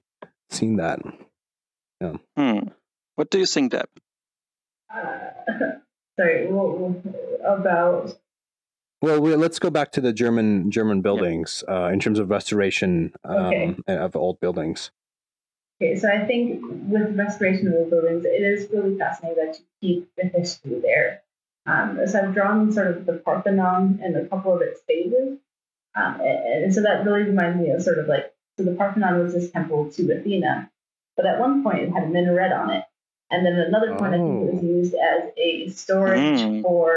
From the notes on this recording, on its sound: Apologies for the audio quality for this episode. Sometimes impossible for windows to pick the right mic to record from.